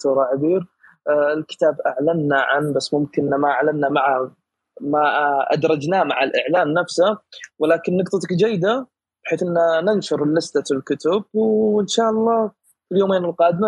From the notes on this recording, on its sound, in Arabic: تسجيل لمساحة ابن رشد الأسبوعية على منصة تويتر.